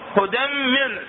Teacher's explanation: شي يساوينا حرفا واحدا مشددا بغنة بغنة. يعني الإدغام ناقص هذا مو كامل.